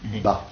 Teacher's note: Lorsqu'on a un A postérieur, s'il n'est pas suivi de consonne prononcée, hein, oui. Il est bref.